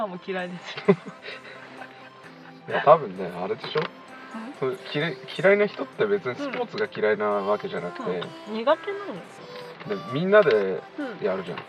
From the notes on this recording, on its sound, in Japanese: 車内での録音です、途中雨音がします。